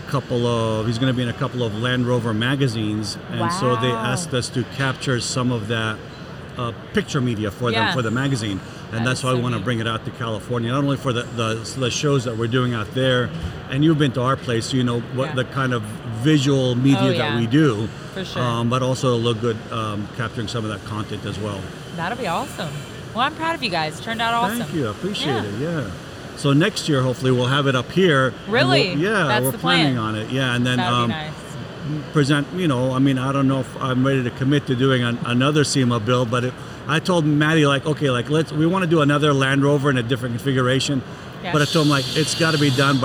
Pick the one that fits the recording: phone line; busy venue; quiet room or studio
busy venue